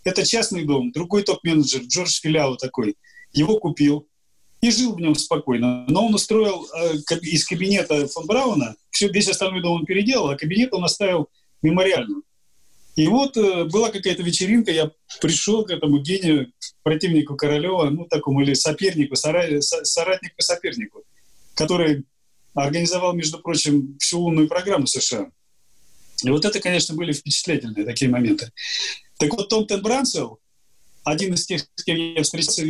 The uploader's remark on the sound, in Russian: Данный подкаст записан с помощью Zoom